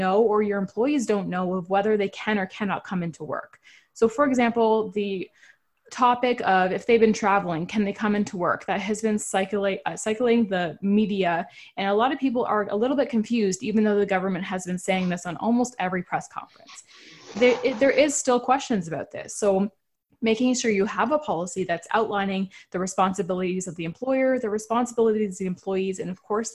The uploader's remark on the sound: we share a live webinar we hosted